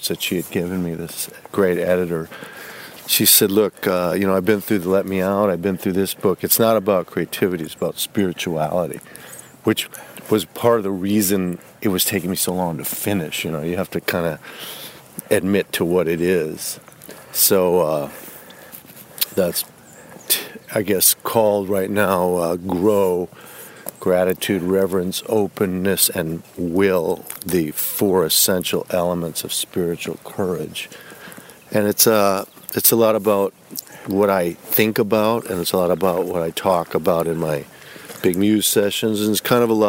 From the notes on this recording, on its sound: walk and talk at his farm in upstate NY